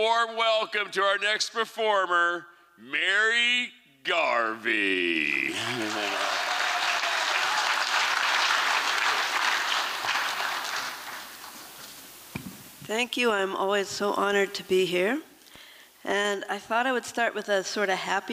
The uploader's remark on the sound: This recording was made on Saturday, February 25th, 2023, at the Liberty Theatre in Astoria, OR as part of the FisherPoetry Archive Project.